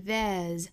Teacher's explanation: is just for showing off.好，首先我们来做英音的讲解。There's only,我们注意 there 加一个 s 的读法呢是 there's,它的尾部呢应该读成 z, z,那这里面呢是清清浊浊的规律了，因为 there 尾部的发音是一个元音，那后面加上了 s 的读法呢就应该是清清浊浊读成一个浊音 z, there's,和后面的 only 做连读呢是 there's only,我们注意 only 的发法呢，尤其英音发法，它第一个元音是一个过渡到一个 w, oh,再去加一个鼻辅音 only 就出来了，所以这个单词英式发法确实不太好读，但是其实就是第一个元音过渡到第二个元音，大家完成这种华丽的过渡就可以了。 Only, There's